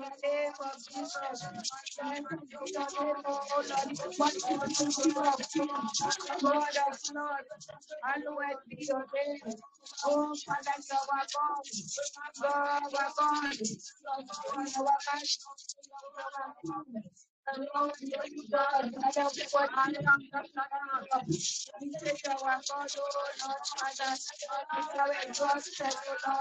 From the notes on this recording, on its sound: On Telegram LIVE. Sound goes off, jump to next timestamp. Most apologies for the sound. On this day the new Office eMeet 3 was being used. This was supposed to turn the AI (Artificial Intelligence) sound off.